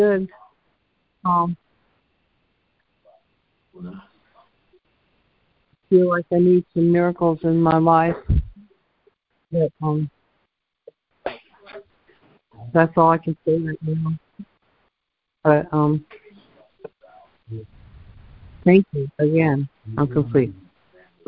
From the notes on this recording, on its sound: ACIM Daily Conference Call